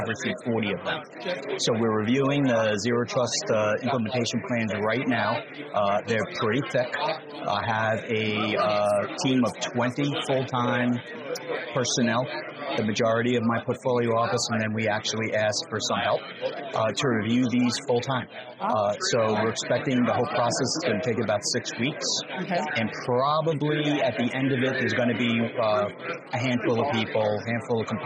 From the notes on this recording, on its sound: We recently had the opportunity to connect with several leaders at the AFCEA TechNet Indo-Pacific conference in Honolulu.